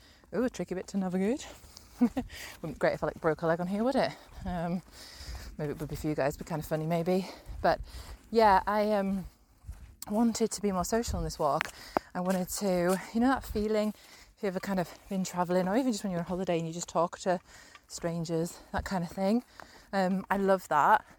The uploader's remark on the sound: This a collection of voice notes recorded whilst walking the Cumbria Way- a 72mile walk from the south to the north of Cumbria.